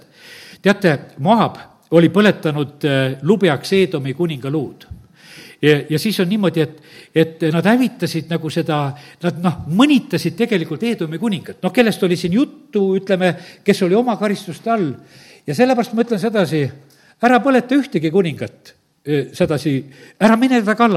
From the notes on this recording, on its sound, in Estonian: Audio salvestus koosolekult